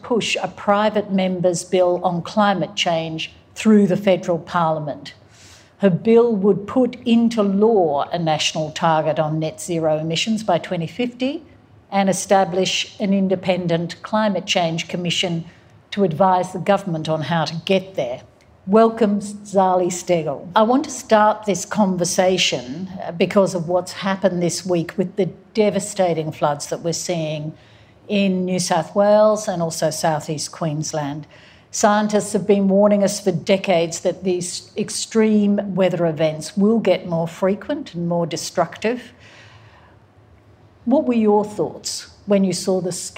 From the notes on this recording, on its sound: recorded live in conversation